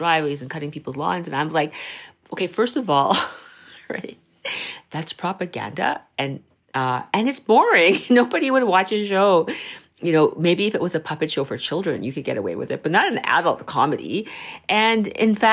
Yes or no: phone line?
no